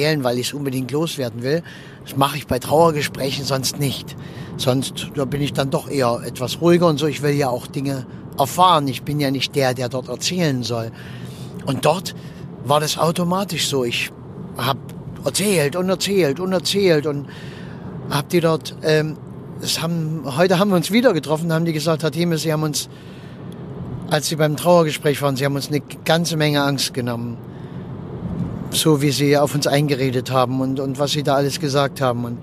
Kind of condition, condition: setting, inside a vehicle